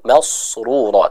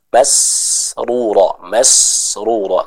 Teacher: Dan yang terakhir juga pada kata masrura, hati-hati sin dibaca dengan tipis ya, jangan masrura tapi masrura, masrura. Kita baca huruf sin dengan tipis · Shown in: second take